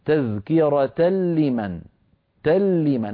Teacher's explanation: العرب لا تظهر التنوين عند اللام بل يدغمونه فيها فيقولون تذكرة لمن، تلمن، هكذا يتكلمون في كلامهم اليومي.